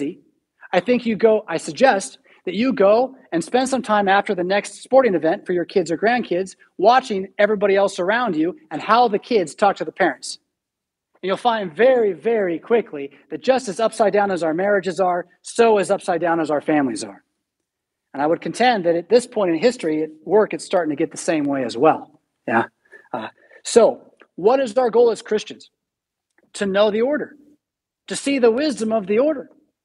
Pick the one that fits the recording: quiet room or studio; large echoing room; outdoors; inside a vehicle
large echoing room